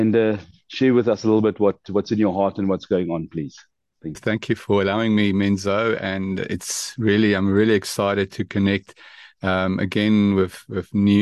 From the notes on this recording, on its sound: The Transformation Table Zoom Meeting on the 6 Jun 2023